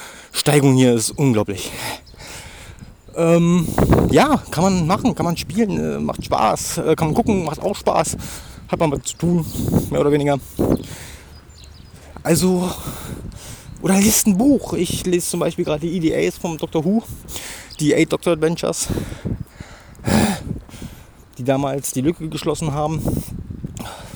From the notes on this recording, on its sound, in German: Bitte Entschuldigt das Rauschen es war doch ziemlich windig.